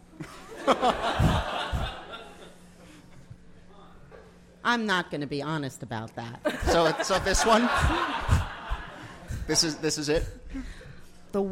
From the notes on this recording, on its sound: Ask Roulette is a conversation series in which strangers ask each other questions on stage. This excerpt is from our December event at Housing Works Bookstore in New York City.